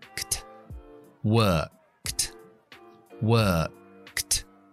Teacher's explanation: Tengo que unir k con t. La T también es, es sorda.